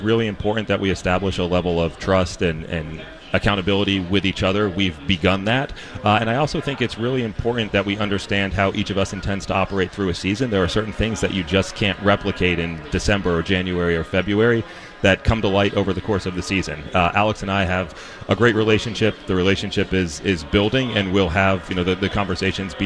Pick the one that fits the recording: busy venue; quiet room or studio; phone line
busy venue